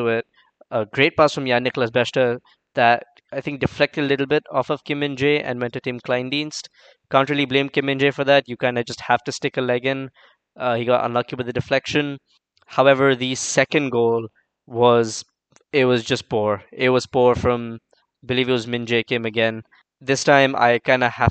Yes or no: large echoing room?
no